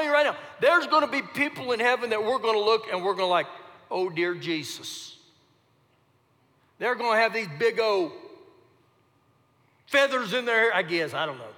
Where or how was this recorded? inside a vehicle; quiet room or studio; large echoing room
large echoing room